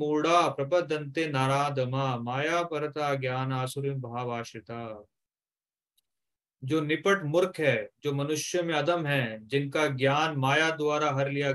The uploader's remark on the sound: Zoom Online Session